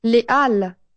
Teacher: se dará cuenta de que no hay liaison. La H inicial es aspirada.